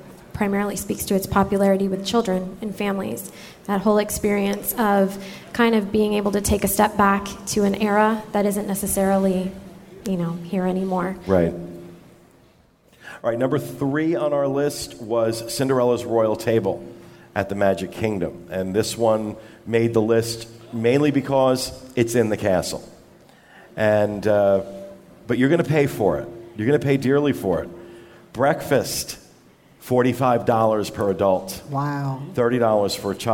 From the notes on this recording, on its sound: Filmed Live at the Nova Scotia DIS meet to raise money for Give Kids The World.